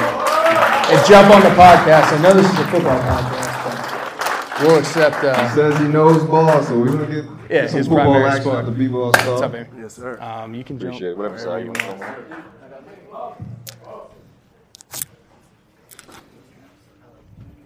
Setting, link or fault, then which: setting, busy venue